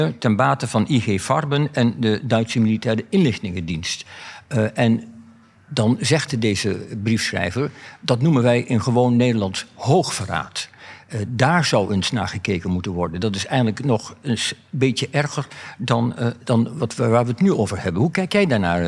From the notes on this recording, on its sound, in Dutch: Geschiedenis Festival in Haarlem. Tijdens een live-opname met publiek schuiven historici aan om te vertellen over hun boeken en leestips.